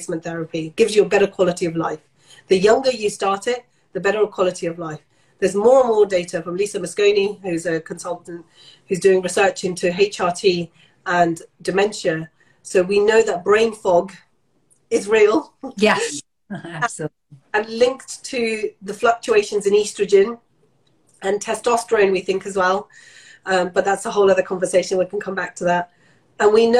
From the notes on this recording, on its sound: Taken from their Instagram Live chat